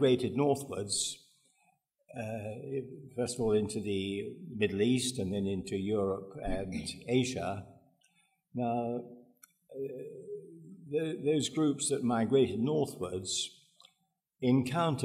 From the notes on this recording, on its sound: This panel discussion is from the 2013 meeting of the Property and Freedom Society. Discussion, Q&A.